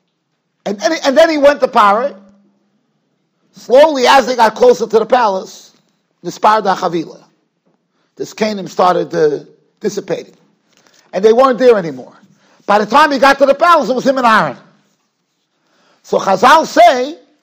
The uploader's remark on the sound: Shiur recorded in Yeshivas Ohr Reuven, Monsey NY.